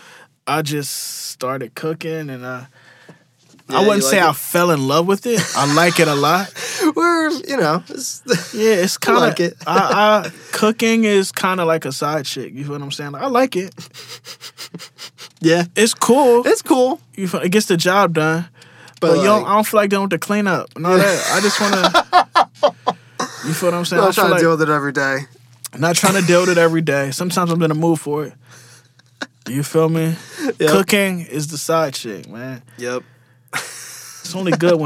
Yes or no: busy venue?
no